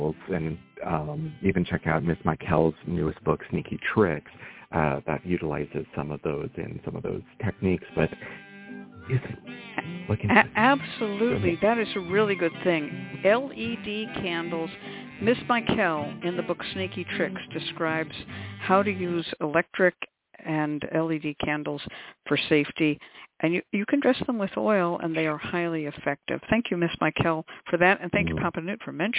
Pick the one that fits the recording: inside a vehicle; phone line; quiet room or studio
phone line